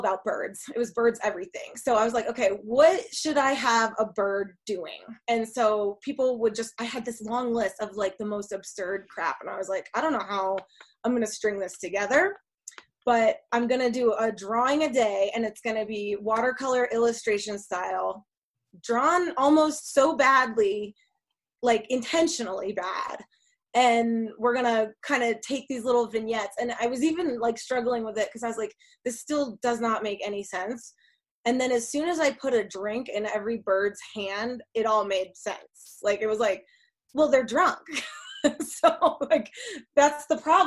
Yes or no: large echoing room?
no